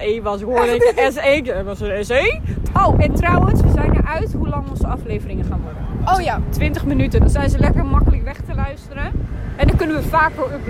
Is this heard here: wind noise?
yes